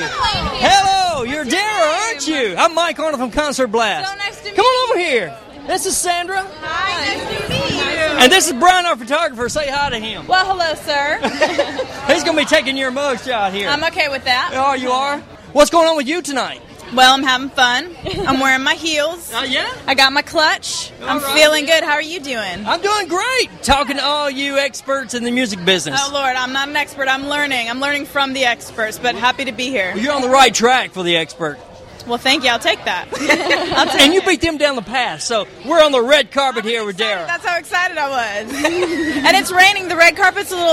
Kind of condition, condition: setting, busy venue